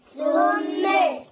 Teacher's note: ميم حرف غنه مشدد بالفتح حركتين